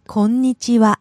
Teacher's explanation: you got to hold the N in there. There's an N in there, and you got to konnichiwa.